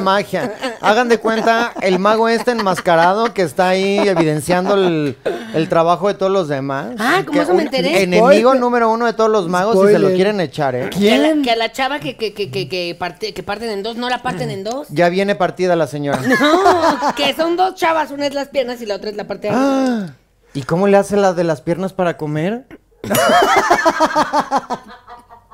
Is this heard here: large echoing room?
no